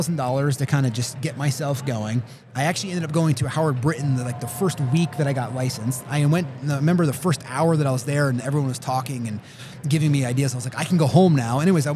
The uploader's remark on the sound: coming to you live from Keller Williams Family Reunion